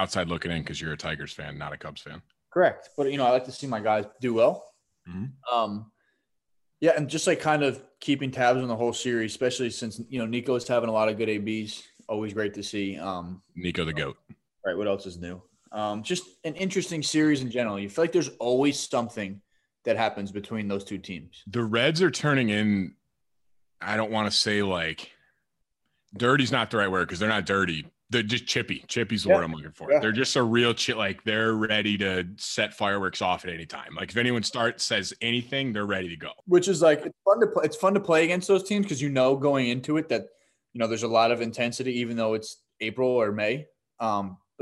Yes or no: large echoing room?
no